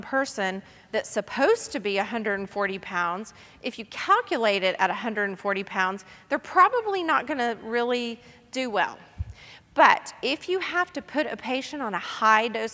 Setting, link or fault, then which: setting, busy venue